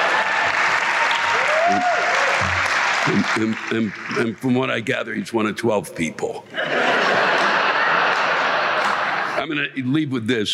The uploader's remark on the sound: The live rants come from this past weekend’s shows at the Academy of Music in Northampton, MA and the Lowell Memorial Auditorium in Lowell, MA.